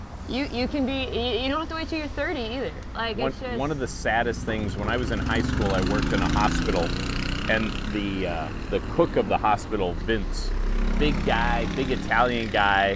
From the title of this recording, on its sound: Raw convo outside a cafe